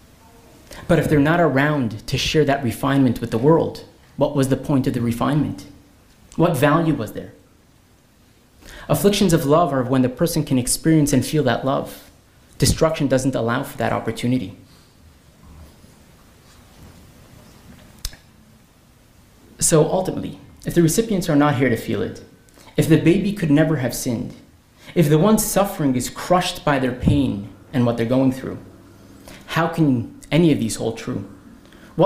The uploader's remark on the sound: This lecture was presented at Kollel Menachem's Yarchei Kallah in Melbourne Australia, December 2023